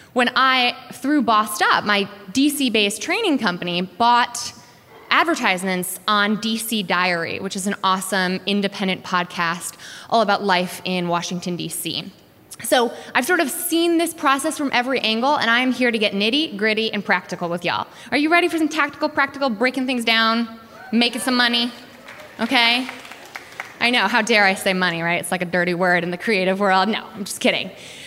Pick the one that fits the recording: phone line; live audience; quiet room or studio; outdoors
live audience